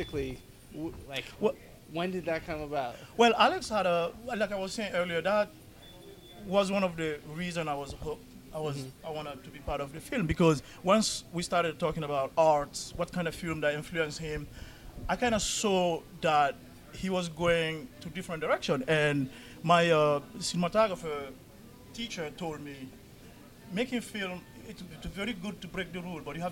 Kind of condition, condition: setting, busy venue